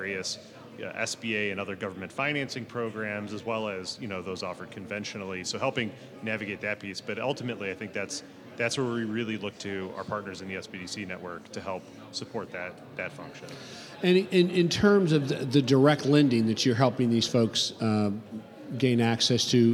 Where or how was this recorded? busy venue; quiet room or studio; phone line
busy venue